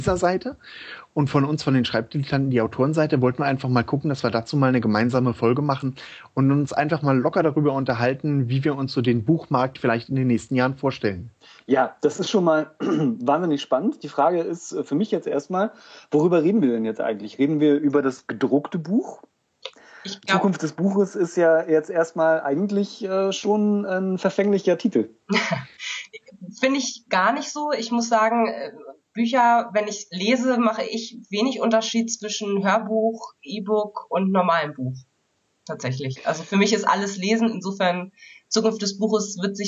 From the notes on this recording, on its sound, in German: Entschuldigt bitte, dass die Tonqualität leider nicht auf dem üblichen Niveau ist, da die Diskussion via Skype geführt und aufgenommen wurde.